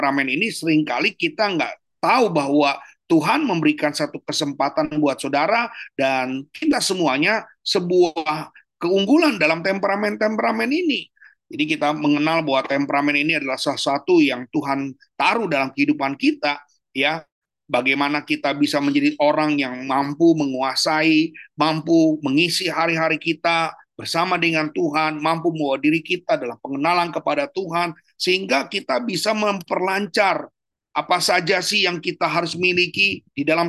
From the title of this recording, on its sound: Audio Zoominar